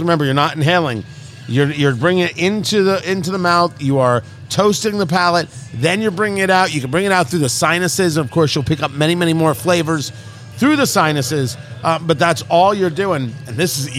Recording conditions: busy venue